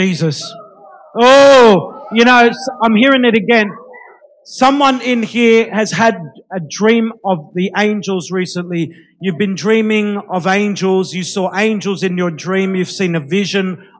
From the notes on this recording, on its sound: Recorded live at Light of the World Ministries Church.